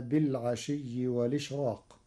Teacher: قرأ ورش كلمة والإشراق بنقل حركة الهمز إلى الساكن قبله مع حذفها، وليس لورش ترقيق في راء الإشراق لوقوع حرف الاستعلاء بعده، فتصير: يسبحن بالعشي والإشراق.